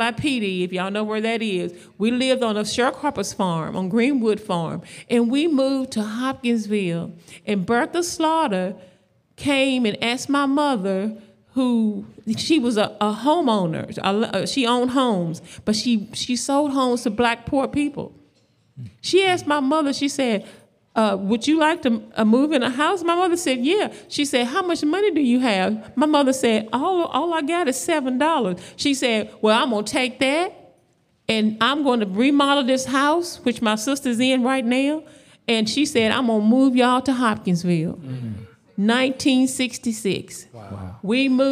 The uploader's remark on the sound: Live Q &. Give time for anyone in attendance to ask questions or share their own stories.